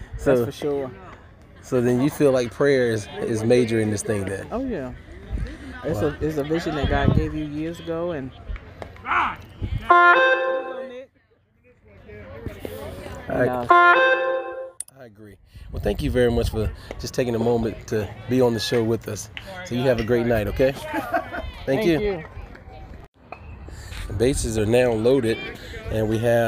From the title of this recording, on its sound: Live from the field!